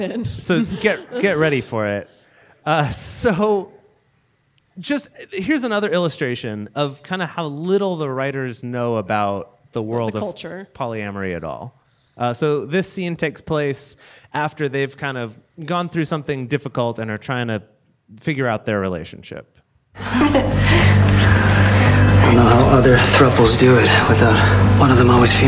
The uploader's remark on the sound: In this live show episode from our 2018 tour